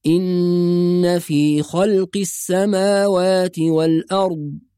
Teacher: نراعي في النون المشددة الغنة بمقدار حركتين